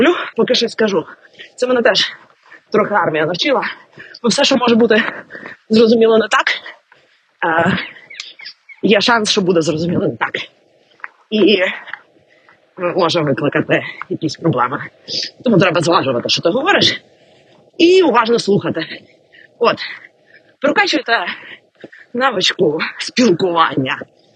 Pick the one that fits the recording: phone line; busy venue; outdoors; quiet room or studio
outdoors